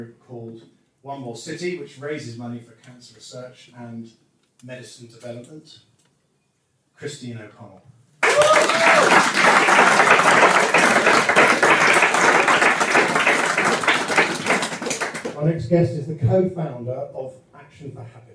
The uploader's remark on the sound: Recorded live at an event in our Sheen store in London.